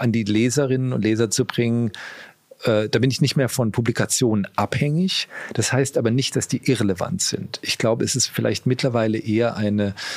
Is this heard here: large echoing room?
no